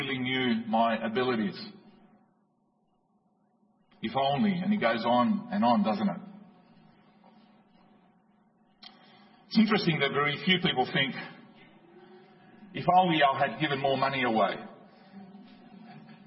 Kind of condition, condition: setting, large echoing room